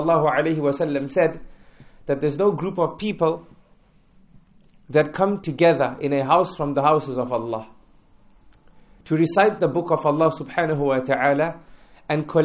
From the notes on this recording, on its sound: at Masjid Humayra, in East London During the Keys to Success Lecture tour, December 2018